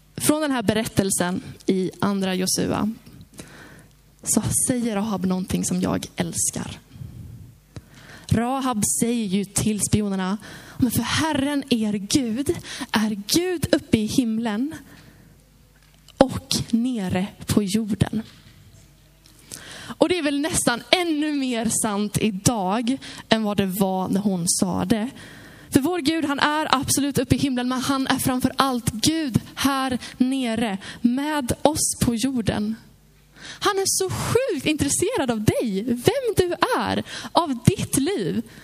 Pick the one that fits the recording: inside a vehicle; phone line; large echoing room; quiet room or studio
large echoing room